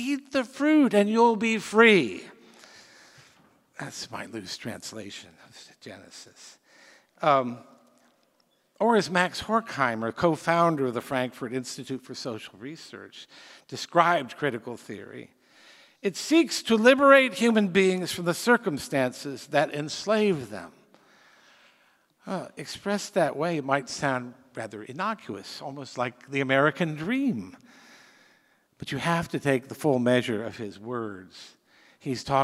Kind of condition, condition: setting, live audience